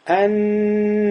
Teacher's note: там, где «нун» удваивается, появляется «гунна». А «гунна» тянется почти, не почти, а ну, почти 2 секунды, или, как говорят арабы, харокетейн, 2 огласовки.